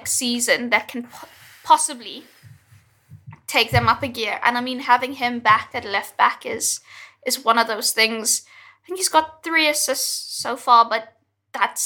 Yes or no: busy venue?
no